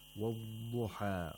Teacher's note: You have to make sure that this dhad is pronounced softly, like a letter of rakhawa, not like a letter of shadda. We shouldn't say wadduha, wadduha, wadduha.